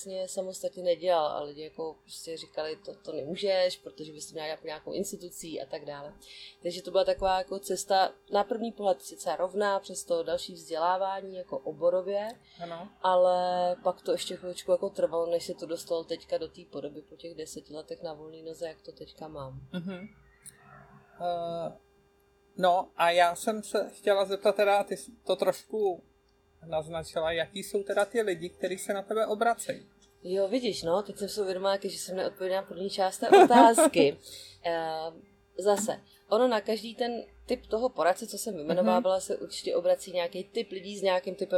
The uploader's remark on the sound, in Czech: Prosím omluvte zhoršenou kvalitu zvuku, která vznikla závadou na záznamovém zařízení.